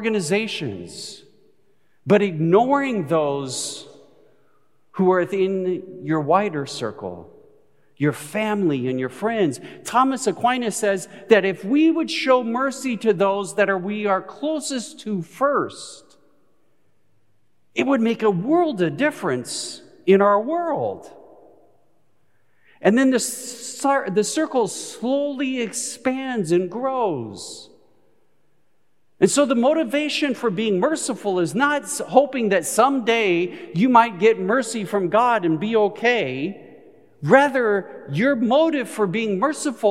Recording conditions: live audience